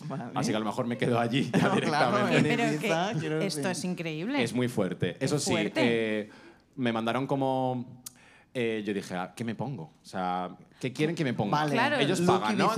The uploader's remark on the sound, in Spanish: el programa que grabamos en el festival Soy Meme